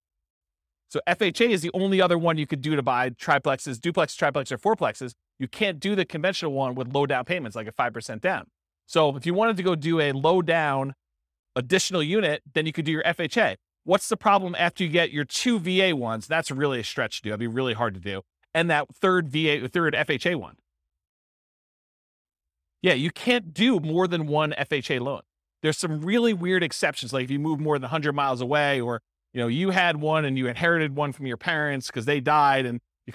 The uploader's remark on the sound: This was a live class recorded